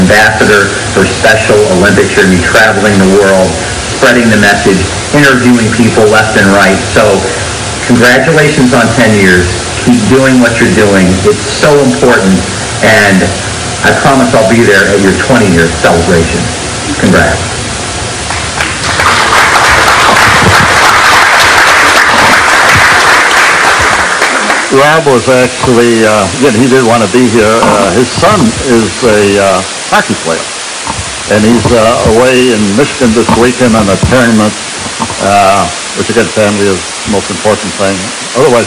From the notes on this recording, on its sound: LIVE From Our 10 Year Celebration Gala, Part 2 of 2.